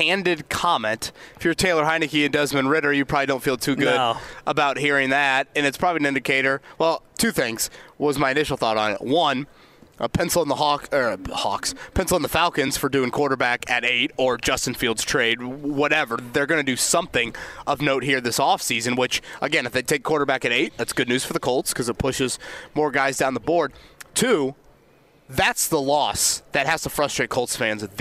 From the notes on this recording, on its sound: We're live at the NFL Combine. Colts, Combine & fire alarms, oh my!